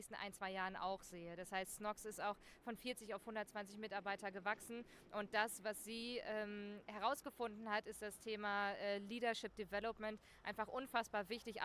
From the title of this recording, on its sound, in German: Live von der ZP Nord 2023